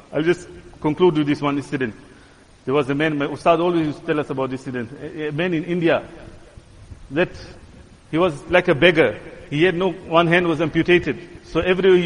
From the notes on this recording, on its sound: Jumuah lecture